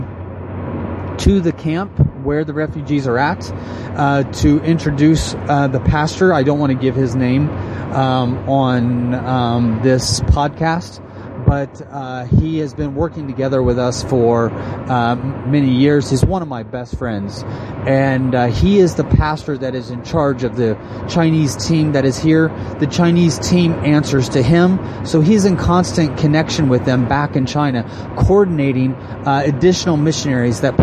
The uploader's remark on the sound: While riding in a vehicle traveling just along the border of ISIS controlled territory from eastern Iraq to western Iraq.